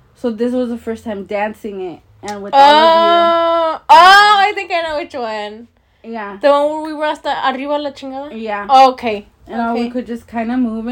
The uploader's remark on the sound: trigger warning: loud noises and loud loling